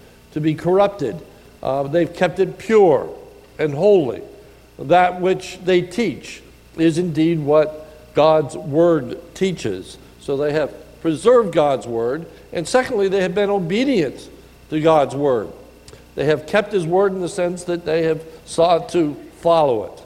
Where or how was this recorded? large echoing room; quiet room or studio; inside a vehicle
large echoing room